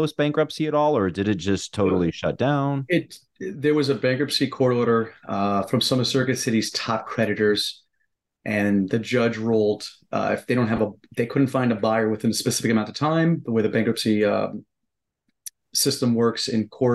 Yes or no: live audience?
no